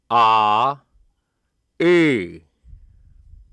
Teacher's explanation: this sound may be likened to the I vowel in the words hit or dip, but a little darker in quality · Term: the vowel I